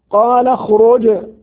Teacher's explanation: قلقلة الجيم لأنها ساكنة